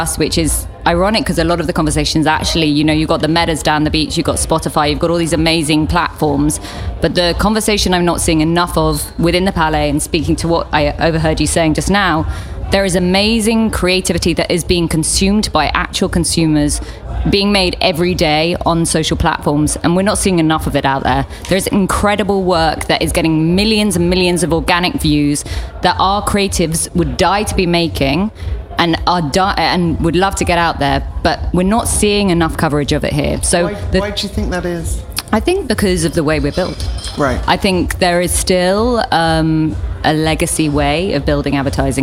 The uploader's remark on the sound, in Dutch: New Business Radio live vanuit Cannes. Live verslag van het Cannes Lions International Festival of Creativity 2023.